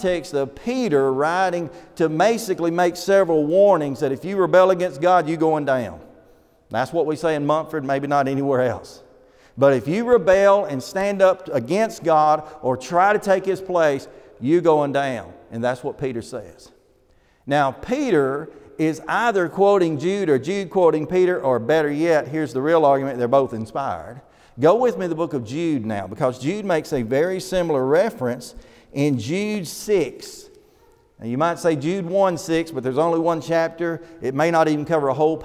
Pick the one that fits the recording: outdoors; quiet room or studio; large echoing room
large echoing room